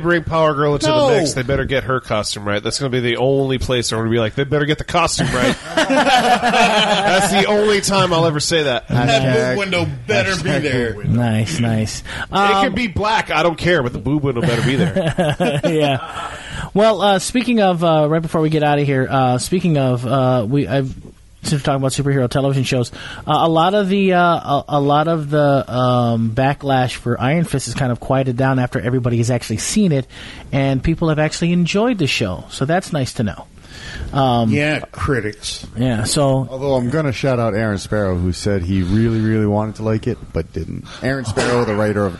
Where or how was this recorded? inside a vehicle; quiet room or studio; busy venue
busy venue